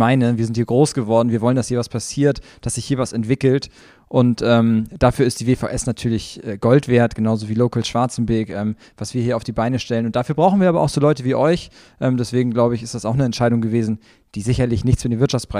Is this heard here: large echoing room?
no